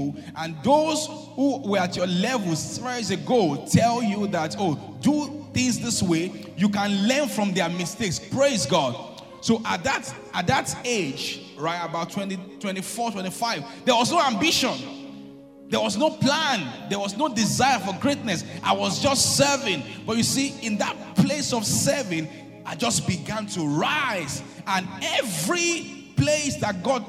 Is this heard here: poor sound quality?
no